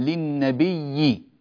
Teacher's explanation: أبدل قالون الهمزة الأولى ياء ثم أدغم الياء في الياء